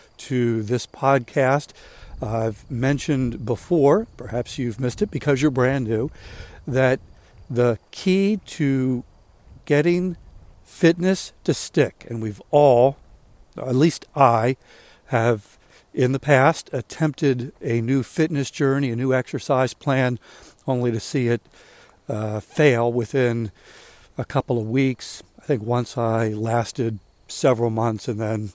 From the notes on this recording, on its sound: During today's ten-minute walk